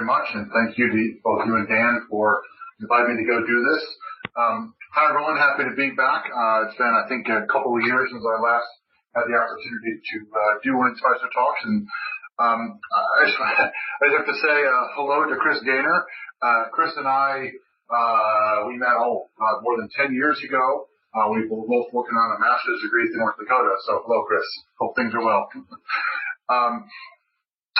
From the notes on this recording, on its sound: His talk was part of the Future-in-space Operations weekly teleconference series recorded on July 29.